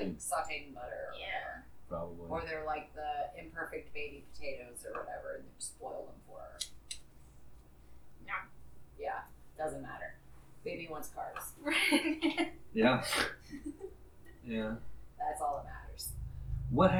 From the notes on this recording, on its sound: We apologize for the sound on the episode. We have some electrical interference that we are working out.